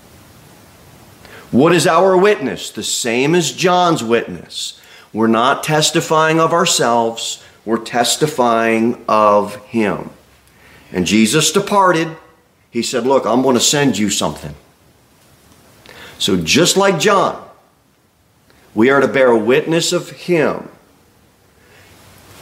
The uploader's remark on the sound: Sermon delivered at Pilgrim Baptist Church on Sunday, October 22, 2023, at 11:15 am. Jere Whitson Rd.